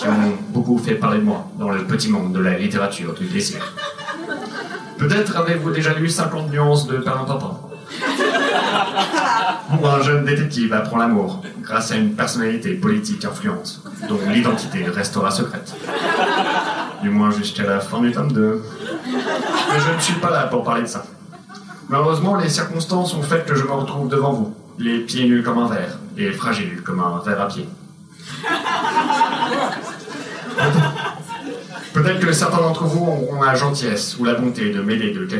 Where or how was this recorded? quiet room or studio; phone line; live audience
live audience